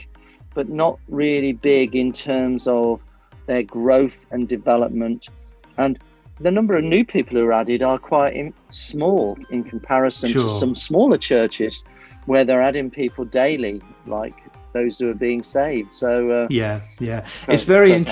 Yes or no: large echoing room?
no